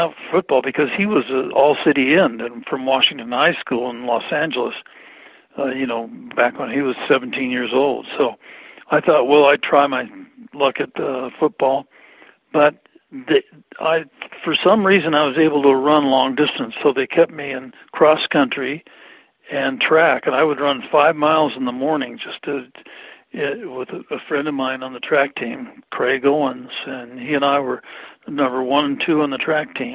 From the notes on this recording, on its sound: I spoke to him about that by phone